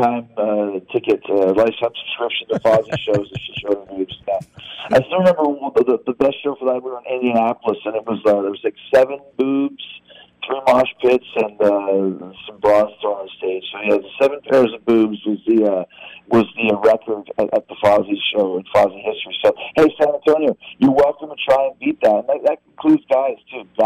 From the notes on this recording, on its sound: joins us on the phone